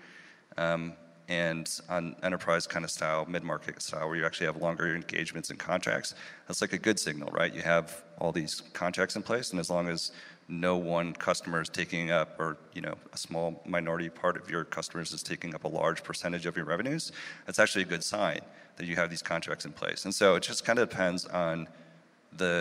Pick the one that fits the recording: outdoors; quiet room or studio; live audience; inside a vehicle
live audience